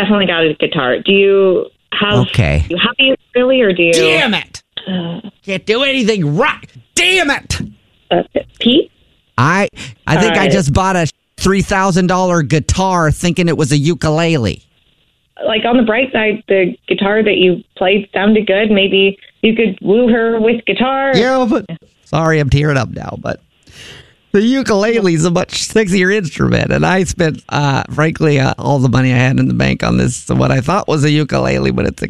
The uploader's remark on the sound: phone prank style